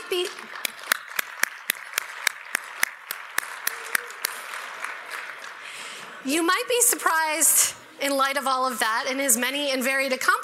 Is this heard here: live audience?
yes